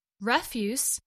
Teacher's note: As a noun, refuse means garbage that is thrown out regularly. The stress is on the first syllable of the word.